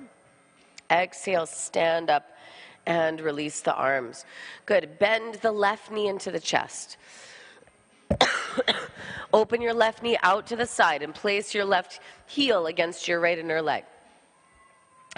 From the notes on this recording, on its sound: This jivamukti yoga open level class was recorded at Jivamukti Jersey City